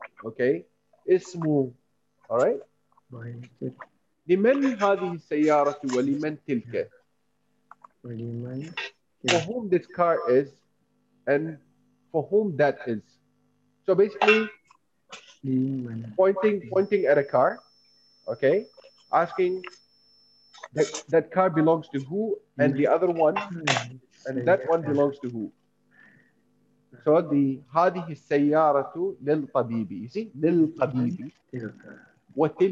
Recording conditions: video call